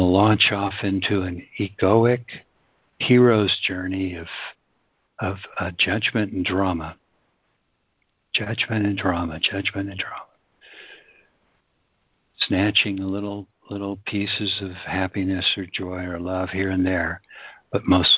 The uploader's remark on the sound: ACIM Daily Conference Call